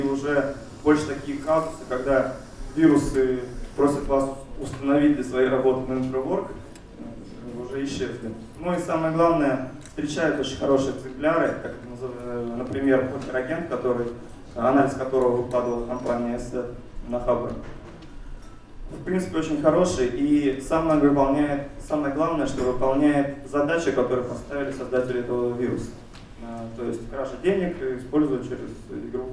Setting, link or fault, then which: setting, live audience